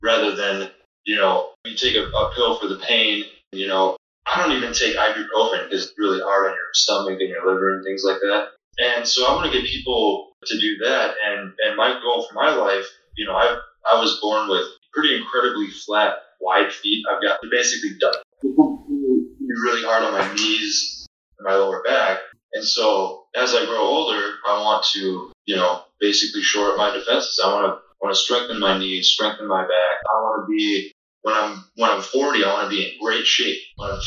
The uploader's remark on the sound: This recording doesn't have the best audio quality